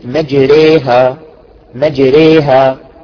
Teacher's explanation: الألف الممالة تتردد بين الألف والياء